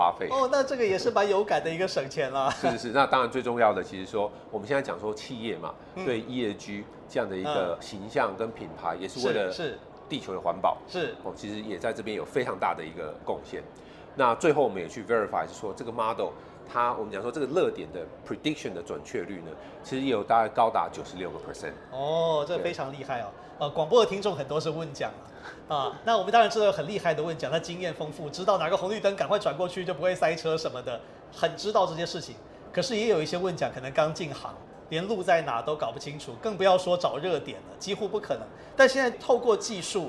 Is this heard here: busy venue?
yes